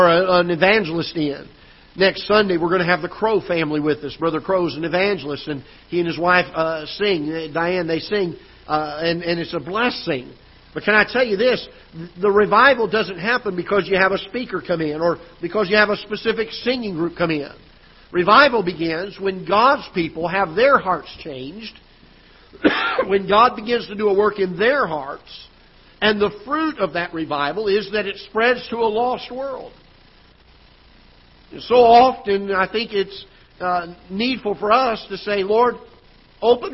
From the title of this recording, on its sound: Ketha Heights Baptist Church ~ Live Broadcast